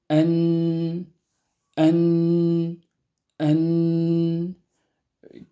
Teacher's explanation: كيف ندرك خروج هذا الصوت من الخيشوم، عندما نغلق الخيشوم الأنف ينحبس هذا الصوت بالكلي، نقول أن واضح، أن واضح، يمكن تجربة ذلك، يعني تتلفظ بالنون ثم تغلق الخيشوم فينحبس الصوت بالكلية، لأن هناك انقفال عندما قلنا عندما يقرع الطرف اللسان هذه اللثة، اللثة الثنيتين العليتين، ينقفل المخرج بالكلية فالصوت يتحول إلى الخيشوم، فعندما نقفل الخيشوم ينحبس الصوت بالكلية. · Term: الغنة